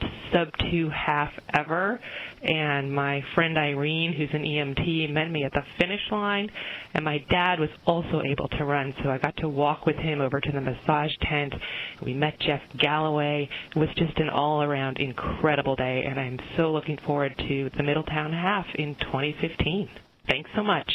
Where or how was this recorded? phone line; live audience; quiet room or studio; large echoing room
phone line